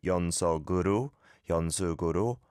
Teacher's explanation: you can hear that is the blend sound, the kiok from sok going over to the u · Term: Yonum